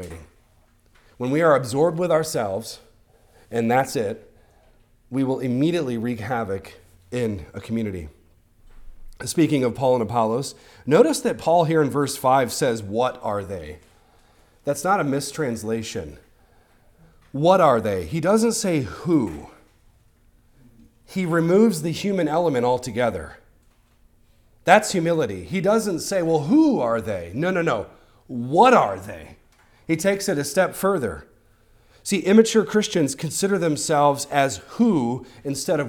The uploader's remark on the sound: recorded on Sunday, February 11th, 2024, at the weekly worship gathering of Cross & Crown Church.